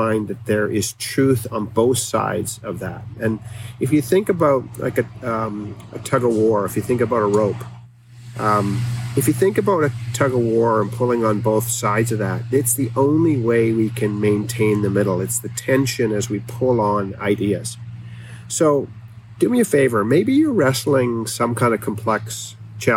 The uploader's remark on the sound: Please overlook the rawness of the audio on this episode that I recorded on my iPhone at the picnic table at my campsite.